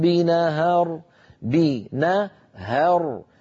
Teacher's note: الهاء مرققة لكن الراء اللي بعدها مفخمة